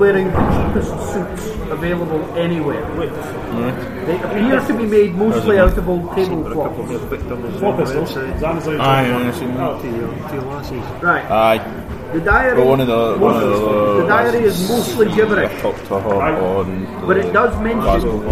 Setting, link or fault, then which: fault, background noise